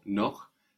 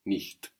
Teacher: we have the hard ch after the o, noch, and then the soft ch after the I sound, nicht